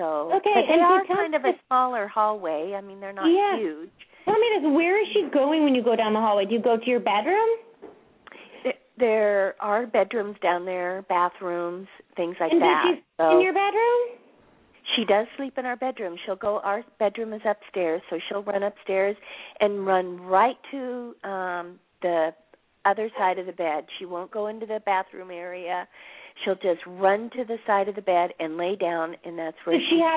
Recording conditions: phone line